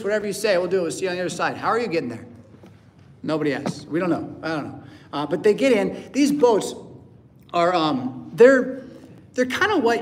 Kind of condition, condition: setting, large echoing room